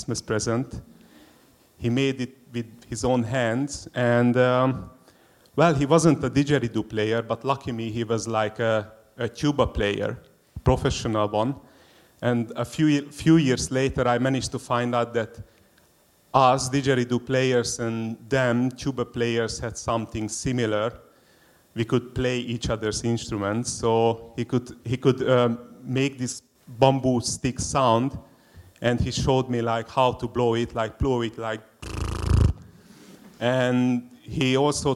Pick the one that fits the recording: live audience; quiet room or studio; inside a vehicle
live audience